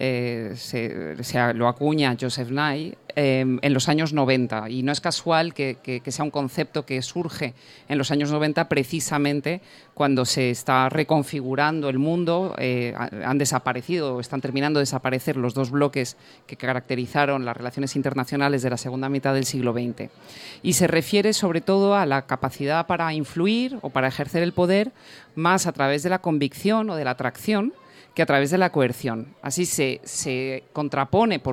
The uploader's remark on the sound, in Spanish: En directo desde la Feria del Libro de Madrid, aprovechamos que estamos rodeados de cultura.